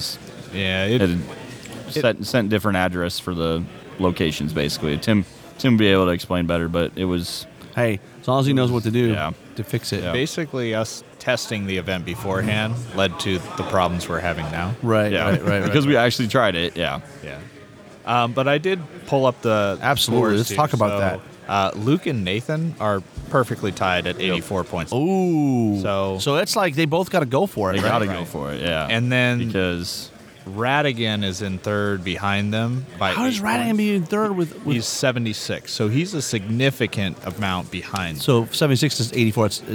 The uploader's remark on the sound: We bring you the next batch of content recorded at this year’s US Masters in Omaha.